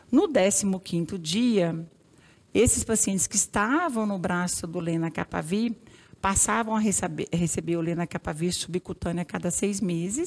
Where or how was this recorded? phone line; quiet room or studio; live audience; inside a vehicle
live audience